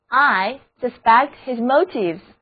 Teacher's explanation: 字母 u 要读作 a，重音是第二个音节